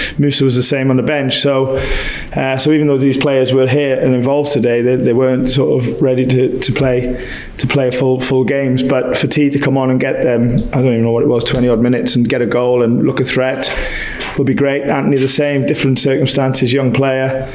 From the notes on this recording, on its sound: Post Match Press Conference. Away at the Emirates.